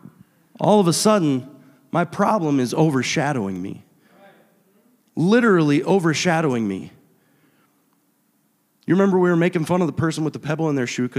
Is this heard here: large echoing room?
yes